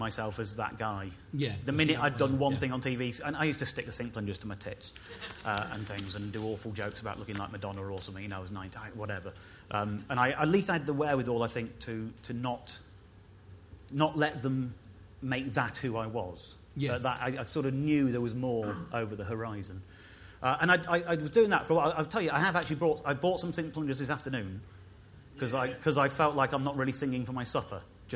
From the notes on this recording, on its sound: Recorded live at the Leicester Square Theatre.